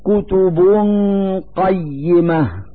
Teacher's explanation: في هذه الكلمة ضمتان على الباء من كلمة كتب، نلفظ هاتين الضمتين نونا ساكنة من مخرج القاف من كلمة قيمة مع إظهار الغنة التي هي الدليل على وجود نون ساكنة.